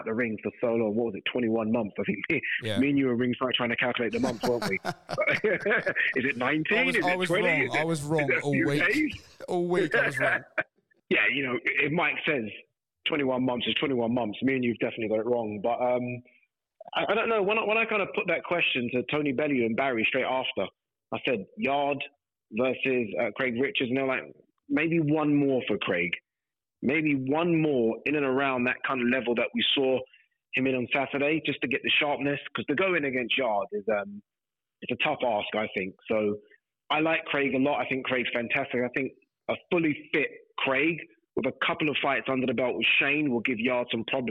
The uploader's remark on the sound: Hear from the challenger on location. Is on the phone to recap some of last week's boxing highlights.